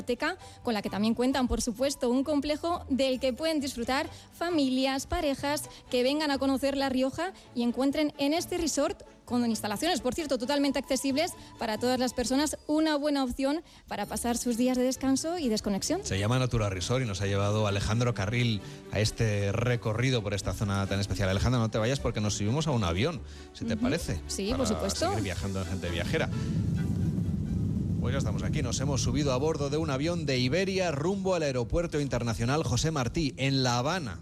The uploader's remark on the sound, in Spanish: Haro, en La Rioja, el lugar al que se ha trasladado el equipo de Gente viajera. En directo, desde el Museo de Arte Contemporáneo “El Torreón”.